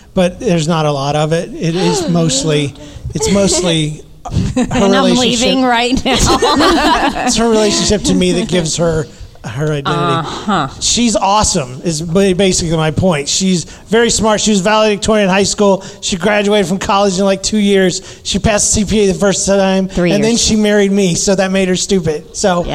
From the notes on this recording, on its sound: This week’s episode is a question and answer panel recorded at the Narthex Con event here in Saint Louis. It was recorded in front of a live audience. Included questions submitted in person and online.